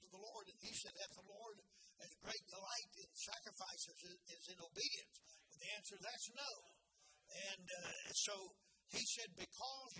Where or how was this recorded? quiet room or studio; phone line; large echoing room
large echoing room